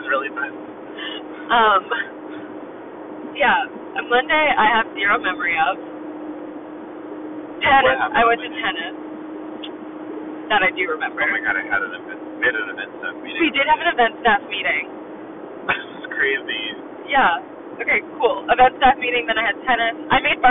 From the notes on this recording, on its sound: we know the audio quality is especially bad in this episode.